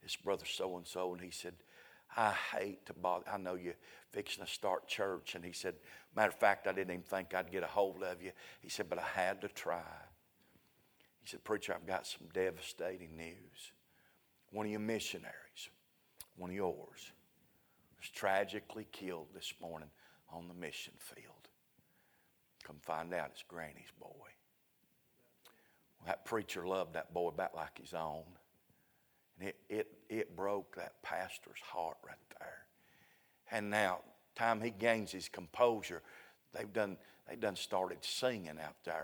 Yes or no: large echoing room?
yes